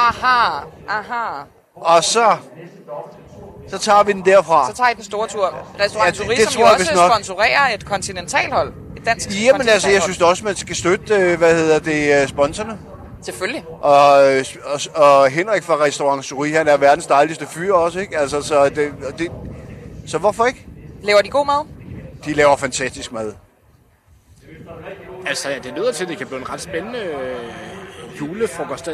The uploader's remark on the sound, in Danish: (Næsten) live fra Rådhuspladsen. Vi sendte semilive. Vi skal beklage lyden, men sådan er det, når man optager på balkonen foran en propfyldt Rådhuspladsen.